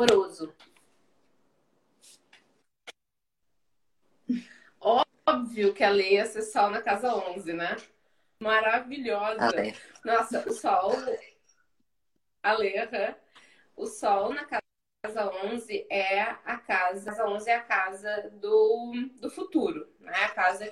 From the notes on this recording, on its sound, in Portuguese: Este episódio é uma gravação de uma live que rolou lá no instagram